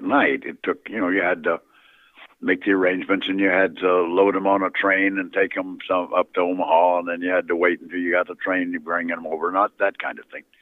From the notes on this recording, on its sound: Misfit Apparitions continues its series on the Villisca Ax Murder House with the first of a three-part phone interview with Dr.